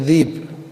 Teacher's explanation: وكذلك كلمة ذئب يجوز في العربية أن تقلب الهمزة إلى ياء فتقول ذيب · Term: تغيير بالقلب